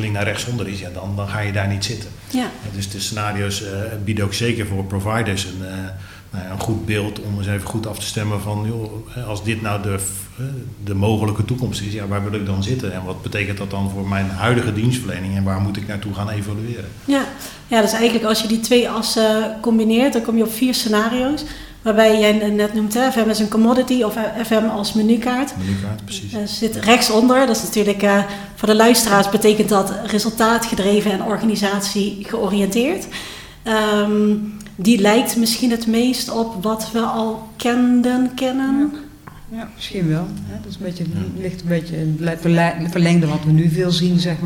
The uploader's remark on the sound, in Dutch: welke tijdens World Workplace Europe is opgenomen